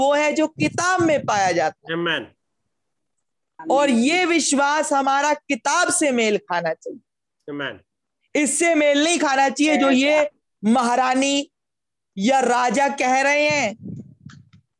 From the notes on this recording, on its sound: Zoom Meeting